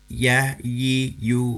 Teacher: huruf ya itu sebetulnya huruf lidah tengah